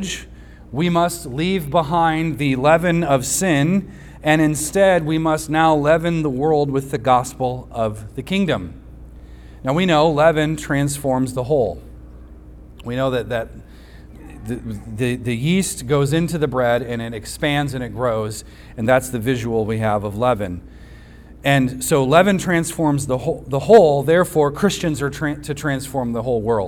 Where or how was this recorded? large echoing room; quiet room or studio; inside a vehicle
large echoing room